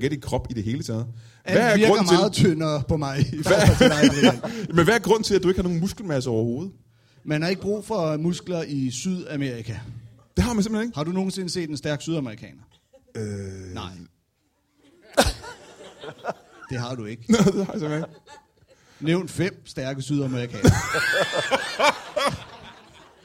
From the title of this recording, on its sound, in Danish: LIVE fra Holbæk